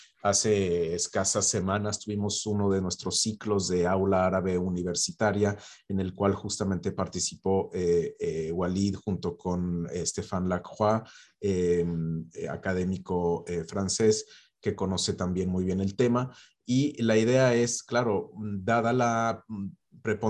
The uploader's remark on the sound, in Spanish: Casa Árabe, en colaboración con la Universidad Nacional Autónoma de México (UNAM) organizó el pasado 4 de abril una mesa redonda online.